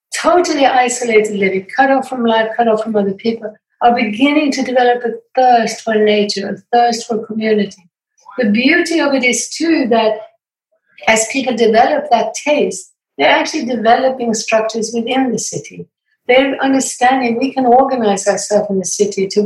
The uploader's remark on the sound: We wrap up our weekly Zoom Conversation Series.